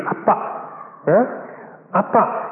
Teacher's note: Even with the right intonation, and exactly in the Aramaic, Appa, with the emphasis on the second syllable